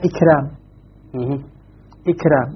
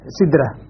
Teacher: كلاهما الحرف الذي بين الكسرة والراء حرف مستفل، الراء مرققة معه